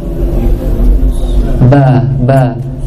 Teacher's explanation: Jadi dalam ba itu ada syiddah juga ada jahr.